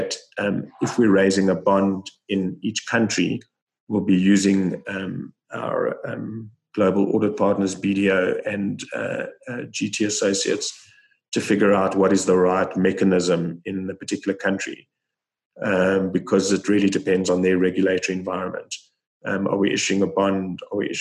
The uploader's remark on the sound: Listen to the full online Zoom call.